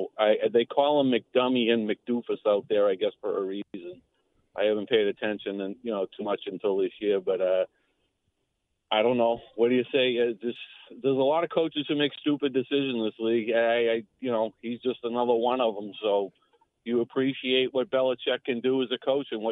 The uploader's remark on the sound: take your calls texts and tweets live on the air